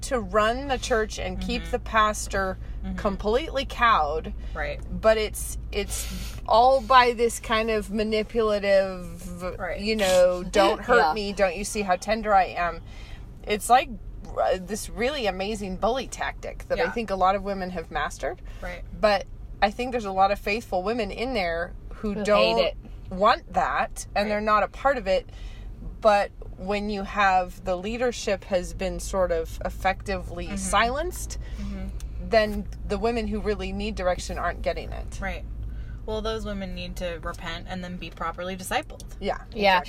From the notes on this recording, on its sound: We have. This week we are lurking behind Goodwill in our usual spot. In the car with us!